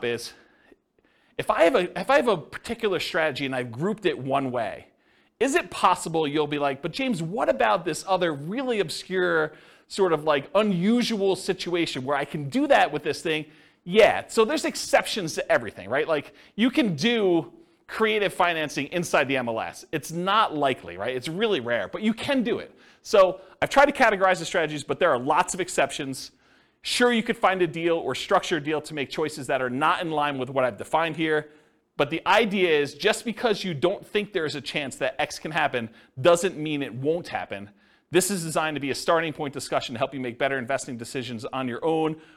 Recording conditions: live audience